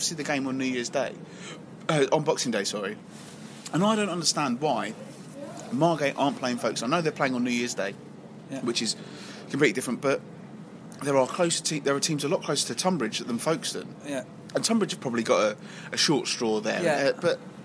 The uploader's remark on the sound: this week's show was recorded at the Kent Non-League Podcast Christmas night out